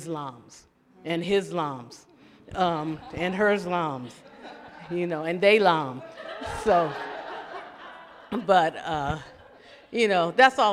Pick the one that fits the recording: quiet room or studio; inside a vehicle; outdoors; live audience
live audience